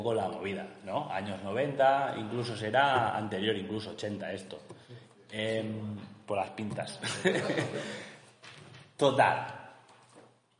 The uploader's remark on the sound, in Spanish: I Jornada de Misterios y Enigmas Históricos de Poza de la Sal. Podréis escuchar todo lo que aconteció el día 6 de Agosto en Poza de la Sal en la "I Jornada de Misterios y Enigmas Históricos" organizada por Hombres de Negro con la colaboración del Ayuntamiento de esta localidad Burgalesa y la Asociación Amigos de las Salinas.